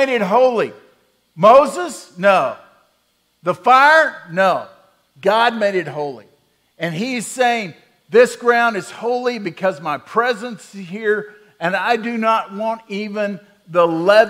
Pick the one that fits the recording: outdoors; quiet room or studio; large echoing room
large echoing room